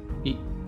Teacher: ई में जिह्वा थोड़ी तालु की ओर ऊपर मुड़ जाती है · Term: तालव्य स्वर